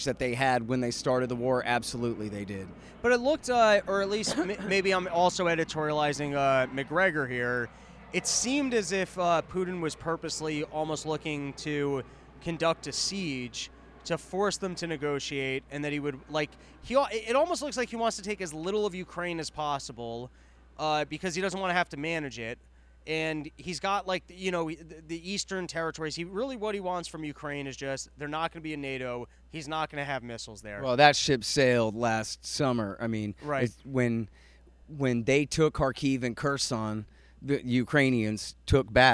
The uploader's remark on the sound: Live from Austin Texas. It's a live porch tour from Austin Texas.